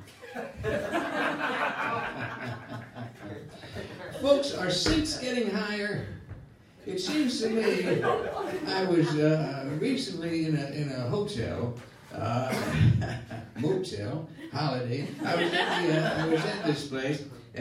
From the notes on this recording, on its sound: Taped live at the Brooklyn Lyceum